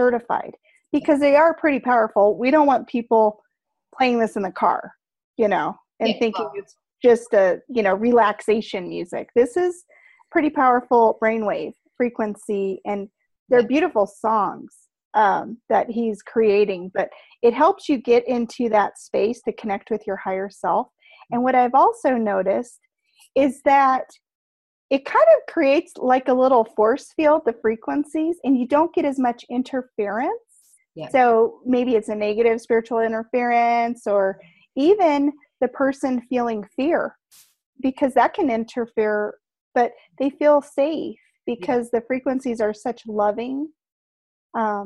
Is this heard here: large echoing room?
no